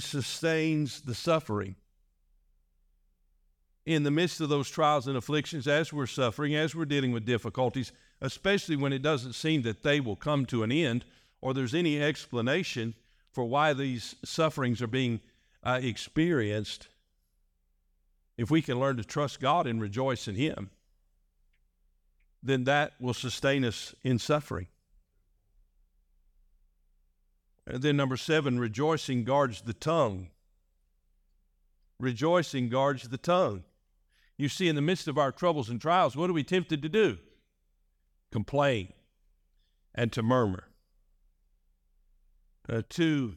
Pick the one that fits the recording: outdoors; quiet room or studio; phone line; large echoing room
large echoing room